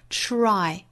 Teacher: Try 这个词要注意里面有一个 ch 和 r 的音素的组合。Try.这个 r 的发音一定不要丢掉了哈。Try to be better than yourself.